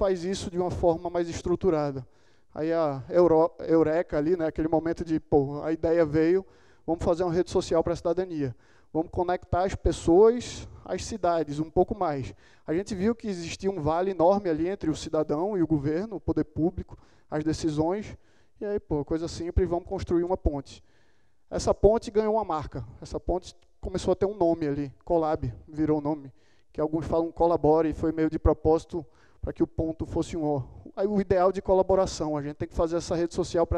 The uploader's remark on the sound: TEDxBlumenauSalon. At a TEDx event, TED Talks video and live speakers combine to spark deep discussion and connection in a small group. This talk was given at a TEDx event using the TED conference format but independently organized by a local community.